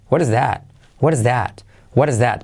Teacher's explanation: la última T, solo una pizquita, no es that, sino that.